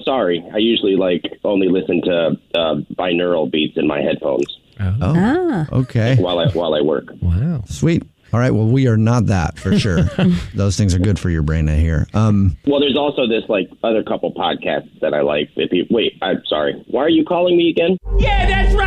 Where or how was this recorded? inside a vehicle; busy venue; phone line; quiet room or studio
phone line